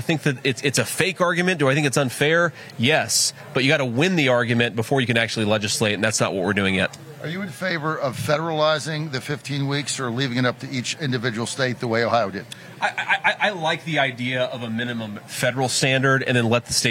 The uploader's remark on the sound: Live From The MAGA Bus Tour